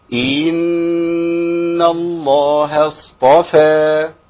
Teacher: كتير من الناس يجي عند النون المشدده بالذات في كلمة إن وأن، ويأتي بحرف مد قبلها يقرأها كذا، إن الله اصطفى مد في الألف، ضغط على حركة الكسر فأتى بياء، الياء دي زائدة في القرآن